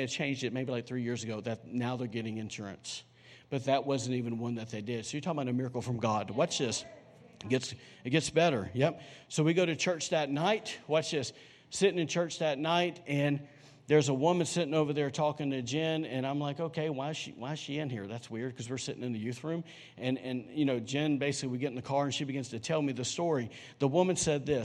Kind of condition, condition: setting, large echoing room